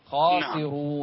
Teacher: فخم الخاء والراء خاسرون